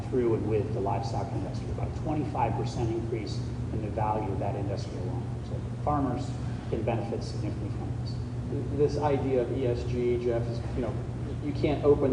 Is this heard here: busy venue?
yes